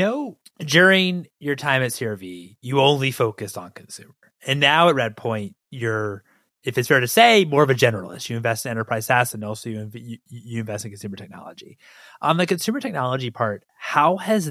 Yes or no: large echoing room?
no